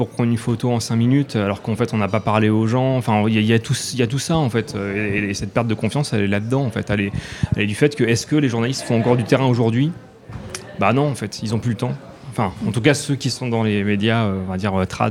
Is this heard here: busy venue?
yes